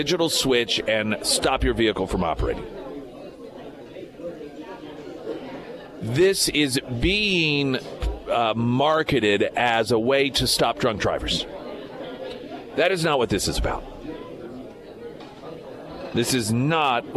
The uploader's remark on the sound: live at Scramblers Diner